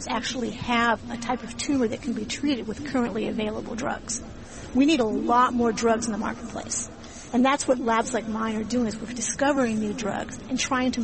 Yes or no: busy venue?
yes